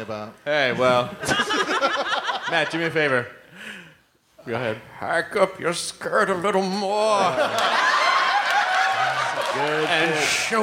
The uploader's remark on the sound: Live from Fitzgerald's in Houston, Texas. Talk to a teacher audience member.